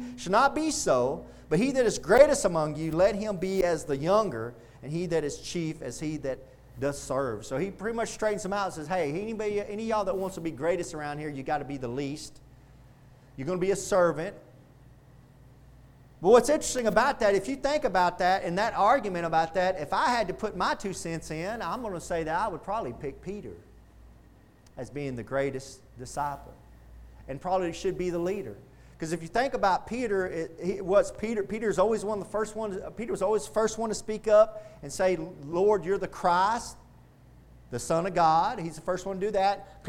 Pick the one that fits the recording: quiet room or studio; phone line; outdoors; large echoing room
large echoing room